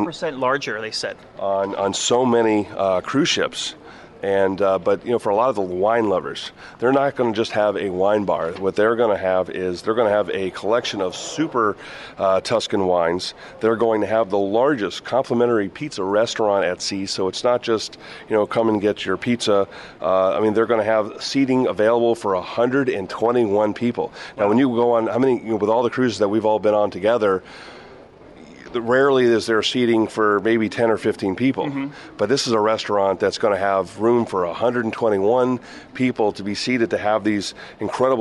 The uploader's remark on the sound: we are broadcasting from the Miami Beach Convention Center at Cruise Shipping Miami, a popular cruise industry conference